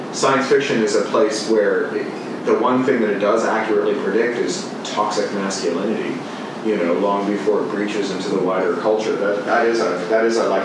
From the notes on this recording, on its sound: Full event audio. A podcast featuring audio from events at Columbia University.